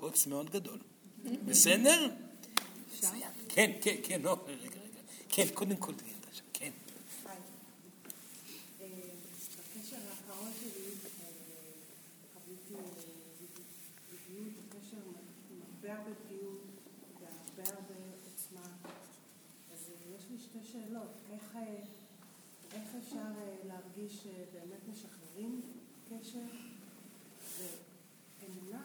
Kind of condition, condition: setting, live audience